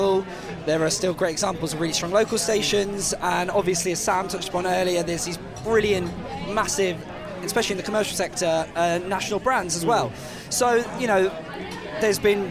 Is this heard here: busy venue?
yes